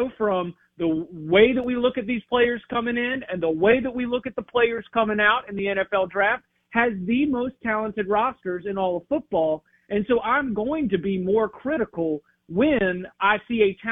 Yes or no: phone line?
yes